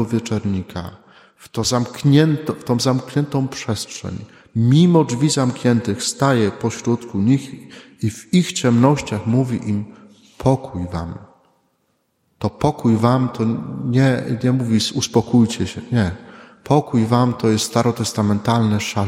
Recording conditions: large echoing room